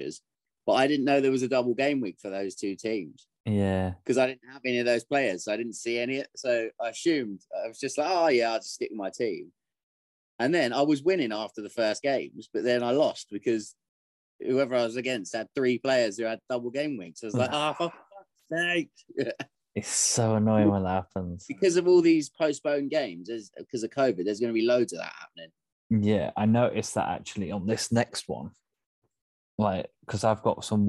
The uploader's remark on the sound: There's glitchy sound